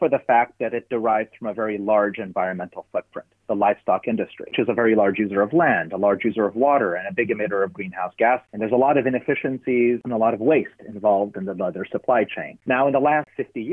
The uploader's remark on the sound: Sound quality: Studio and telephone